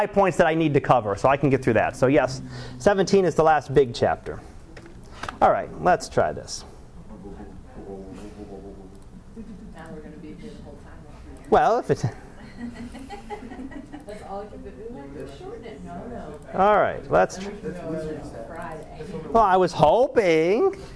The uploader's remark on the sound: Live Class Lecture